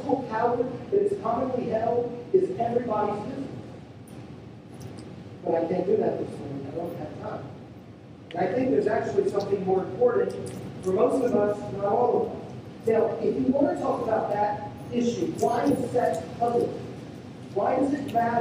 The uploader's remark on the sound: We're sorry for the poor sound quality of this recording. Thank you for being patient with us as we figure out these sound issues.